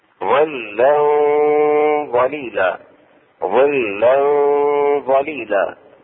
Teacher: ظلا ظليلا مع الغنة اخفاؤه مع الغنة · Term: إخفاء التنوين